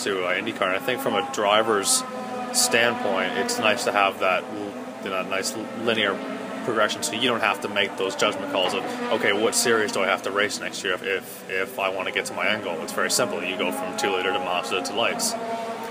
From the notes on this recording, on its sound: at a Road to Indy testing session at Circuit of the Americas